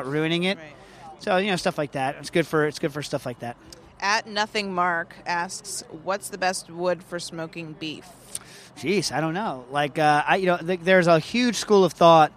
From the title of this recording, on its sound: LIVE From Bass Pro Shop in Bridgeport, CT